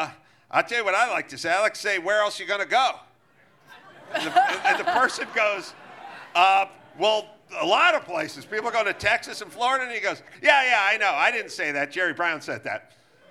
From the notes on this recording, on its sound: Recorded live at Belly Up Tavern in Solana Beach, CA on January 7, 2024.